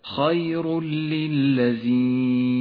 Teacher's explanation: يدغم التنوين باللام فيسقط من اللفظ نهائيا، ولذلك هو رمادي اللون في مصحف التجويد، وتشدد اللام التي بعد التنوين، اقرأ هكذا خير للذين. · Term: الإدغام بلا غنة